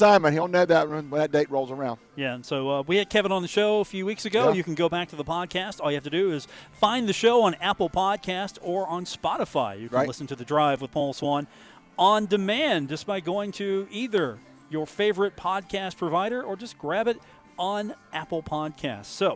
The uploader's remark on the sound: Broadcast live from The Union Pub and Grill for the Monday edition of the show.